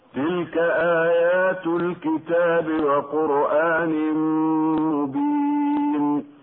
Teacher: أما قوله تعالى: تلك آيات الكتاب وقرآن مبين، المد في همز آيات يسمى مد البدل، وهمز قرآن ملحق بالبدل، ومدهما بمقدار حركتين لحفص. والوقف على كلمة مبين مد عارض للسكون، يمد بمقدار حركتين هكذا بالسكون المجرد: تلك آيات الكتاب وقرآن مبين، وبمقدار 4 حركات هكذا: تلك آيات الكتاب وقرآن مبين، وبمقدار 6 حركات هكذا: تلك آيات الكتاب وقرآن مبين.